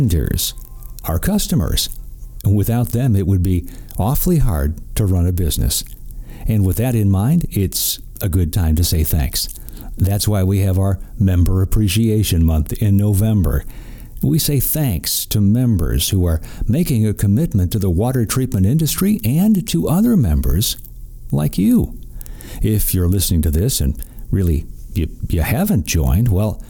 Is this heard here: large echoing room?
no